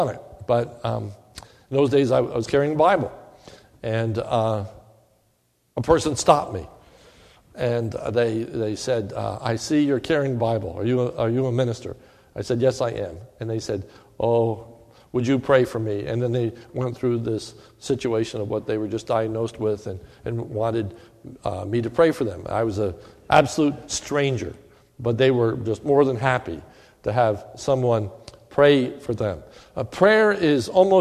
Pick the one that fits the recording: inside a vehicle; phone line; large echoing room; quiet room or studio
large echoing room